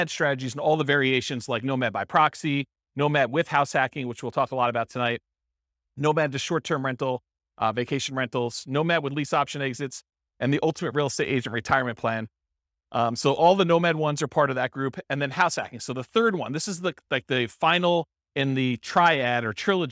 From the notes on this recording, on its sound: This was a live class recorded